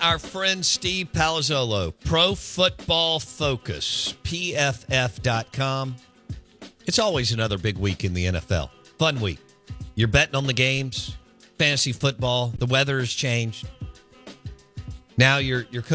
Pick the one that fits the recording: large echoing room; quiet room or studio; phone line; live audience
phone line